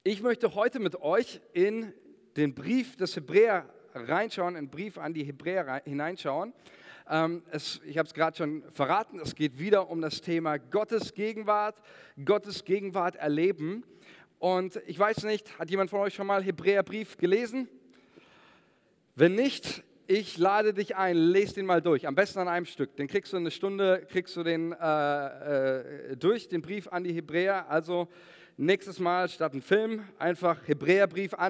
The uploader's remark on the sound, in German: Sonntagsgottesdienst.